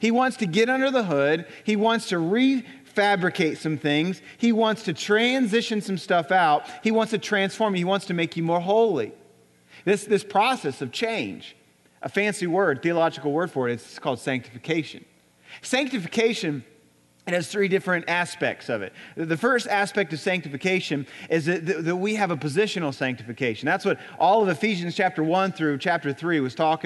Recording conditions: large echoing room